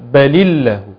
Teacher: اللام في لفظ الجلاله مرققه